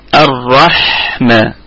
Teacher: قلنا أن الراء المشددة دي مفتوحة يعني مفخمة على أي حال في البدء والوصل، الحاء ساكنة فيها الهمس وفيها الرخاوة الرحمة، الميم مفتوحة أو متحركة فهي في الدرجة الخامسة من درجات الغنة، وكمان فيها مد طبيعي وصلا وهو عارض للسكون وقفا.